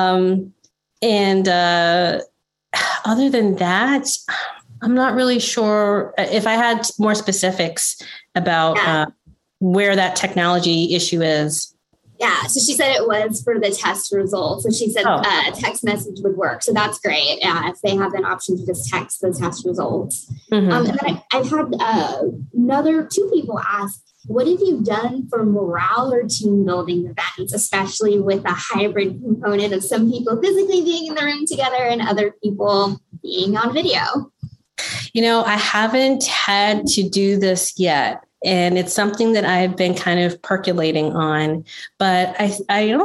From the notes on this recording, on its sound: In this webinar recording